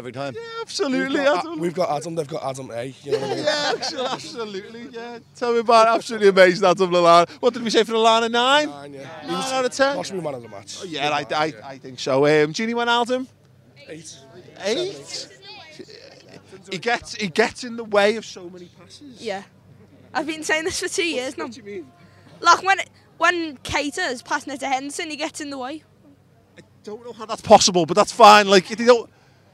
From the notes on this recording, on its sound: outside Anfield